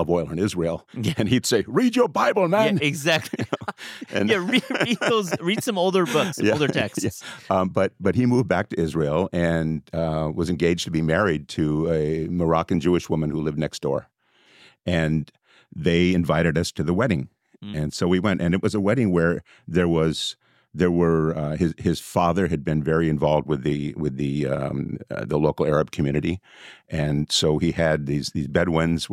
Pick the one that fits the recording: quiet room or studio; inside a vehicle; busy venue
quiet room or studio